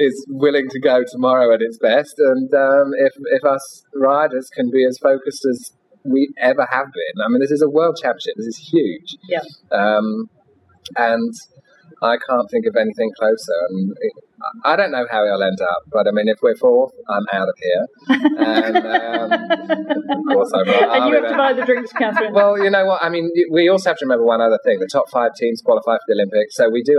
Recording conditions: live audience